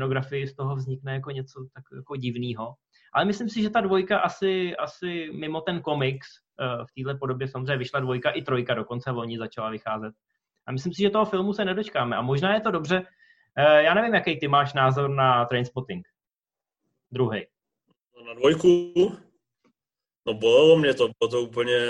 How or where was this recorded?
video call